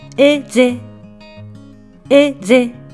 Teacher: フランス語のアッシュは発音されず、おまけに母音に挟まれた単独の S は Z の音に変わる